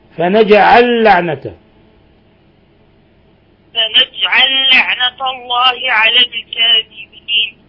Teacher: أدغم اللام في اللام